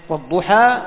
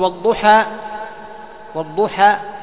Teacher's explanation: الألفات المقصورة هذه تمد بمقدار حركتين · Shown in: first take